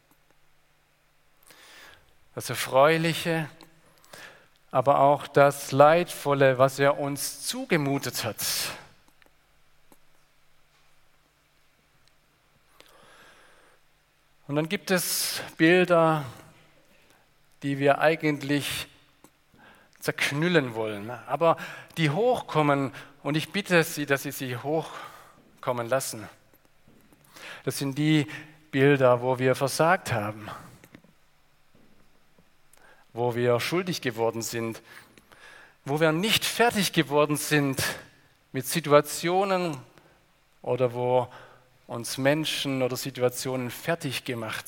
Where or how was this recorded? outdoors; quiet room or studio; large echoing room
large echoing room